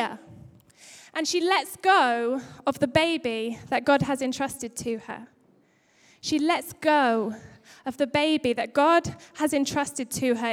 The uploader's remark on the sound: Recorded live at Life Church on Sunday 21st February 2016.